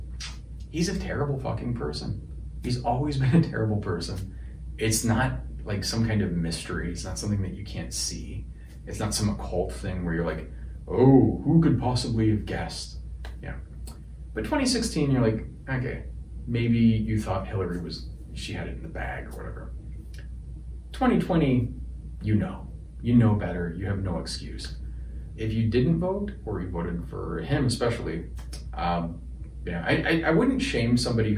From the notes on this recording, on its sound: Apologies for the audio quality. Had more issues with my wireless mic.